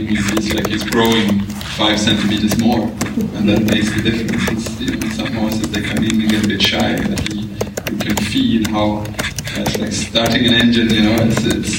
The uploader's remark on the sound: Comes to you from the 2023 FEI Jumping World Cup™ Final. Hear from riders at the press conference after the conclusion of final class.